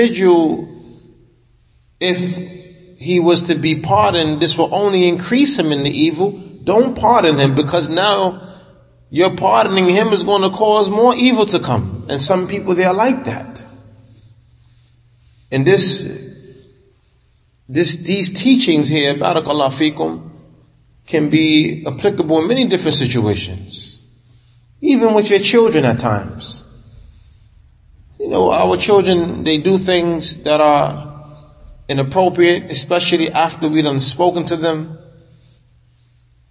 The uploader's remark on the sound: Talk after Fajr given at Masjid Nur Allah, Queens, NY